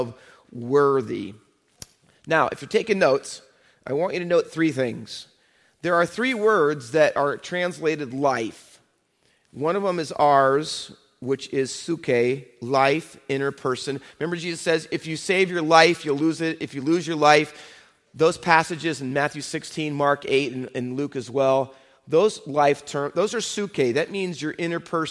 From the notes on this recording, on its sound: Faith Baptist Church in Hamilton, NJ.